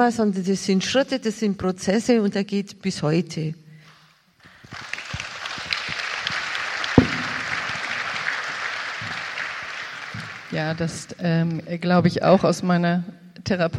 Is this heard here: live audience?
yes